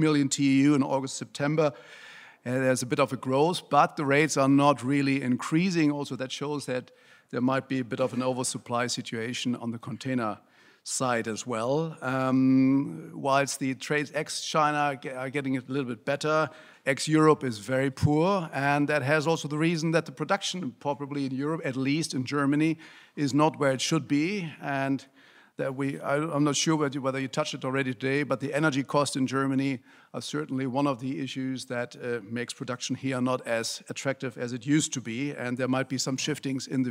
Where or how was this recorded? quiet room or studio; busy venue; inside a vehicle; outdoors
busy venue